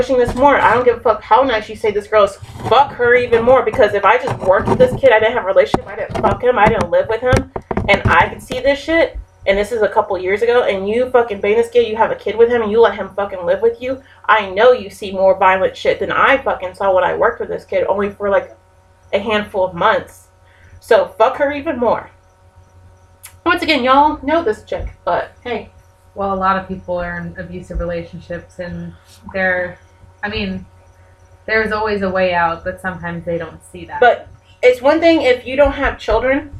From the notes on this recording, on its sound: We do apologize for the irritating scratching noise. It's the beauty of live podcasting!